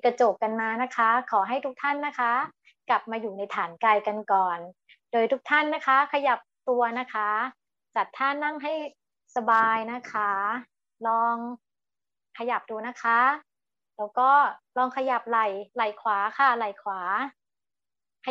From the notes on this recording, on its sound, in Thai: คอร์สออนไลน์ (ผ่านโปรแกรม Zoom)